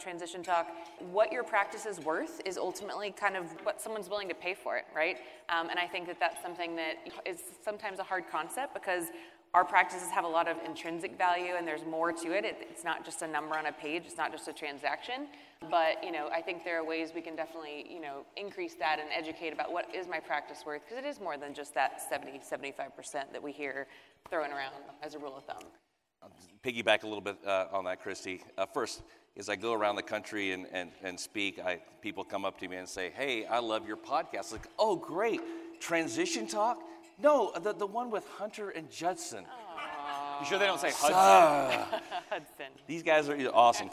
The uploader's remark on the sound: Recorded live at the Cain Watters & Associates Annual Meeting.